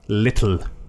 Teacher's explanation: The L's in Irish talk are apparently all at the front.